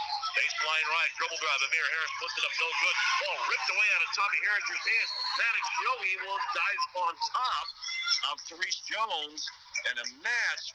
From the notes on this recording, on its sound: we apologize for the technical difficulties